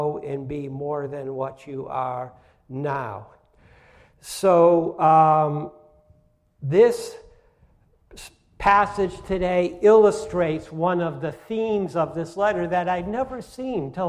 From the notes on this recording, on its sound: First Congregational Church of Clinton, MA -- Sermon